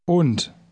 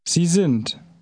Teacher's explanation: The D of sind is pronounced like a T because it is at the end of the word.